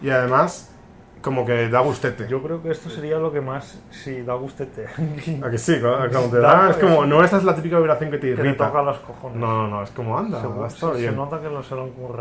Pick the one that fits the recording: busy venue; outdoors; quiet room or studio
busy venue